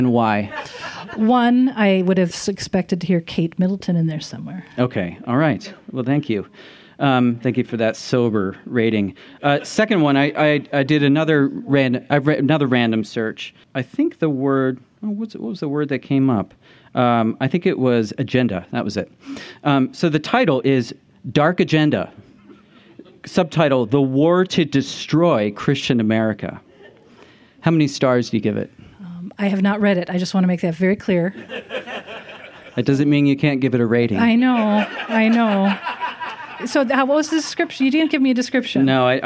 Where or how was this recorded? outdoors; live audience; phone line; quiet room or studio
live audience